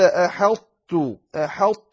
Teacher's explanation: لا، لأن الطاء والتاء مخرجهما واحد، فتقول أحطت، لكن عليك أن تبين الإطباق، التفخيم والإطباق الذي في الطاء عليك أن لا تزيله، فتصبح يعني أنت أدغمت الطاء في التاء ولم يعد للتاء للطاء ذكر، لكن الإطباق منها والتفخيم يجب أن يبقيا.